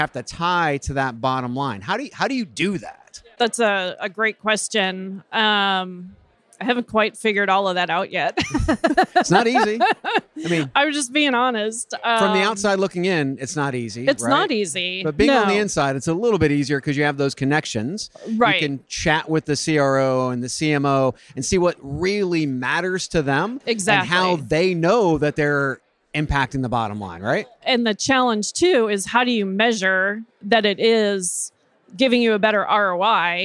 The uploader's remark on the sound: Live from TA Week at the Qualifi booth